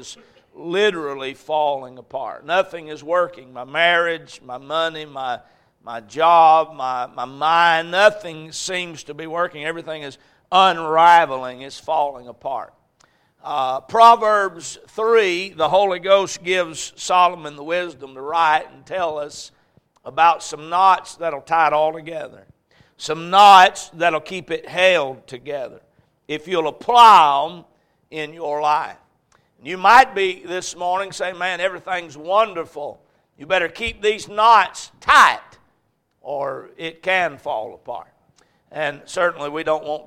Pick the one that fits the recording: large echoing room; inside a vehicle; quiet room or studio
large echoing room